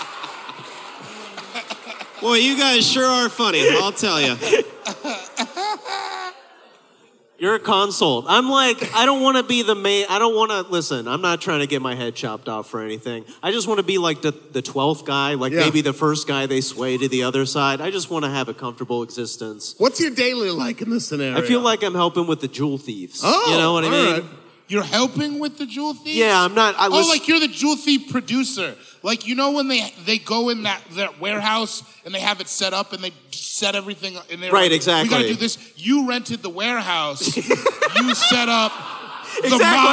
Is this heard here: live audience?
yes